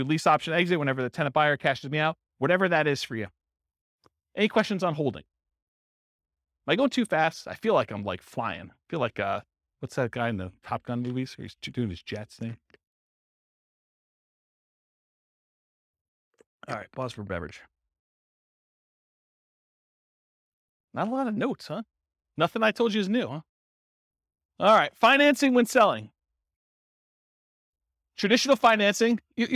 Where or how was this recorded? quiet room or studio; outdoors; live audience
live audience